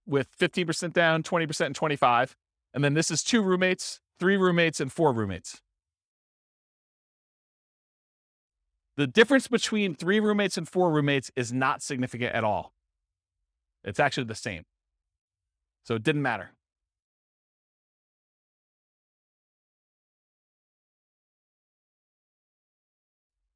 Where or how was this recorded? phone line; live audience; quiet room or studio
live audience